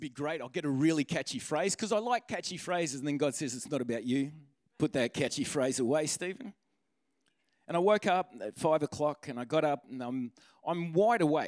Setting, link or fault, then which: setting, large echoing room